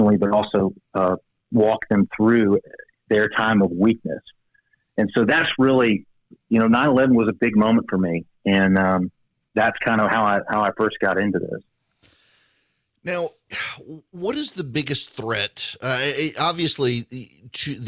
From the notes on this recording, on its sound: Joining me by phone